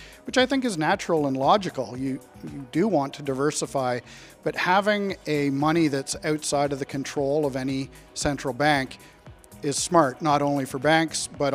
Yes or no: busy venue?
yes